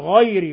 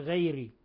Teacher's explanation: ومن الأخطاء عدم المحافظة على تفخيم الغين من غير · Shown in: first take · يعني غير تفخيم الغين، نقول غير ولا نقول غير، غير المغضوب عليهم.